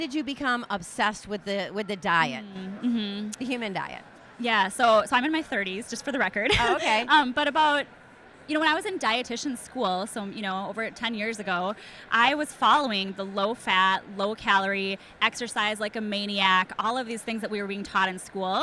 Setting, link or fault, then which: setting, live audience